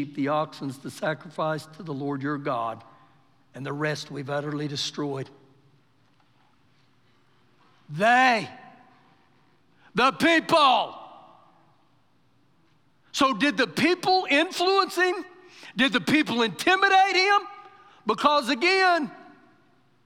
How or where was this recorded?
large echoing room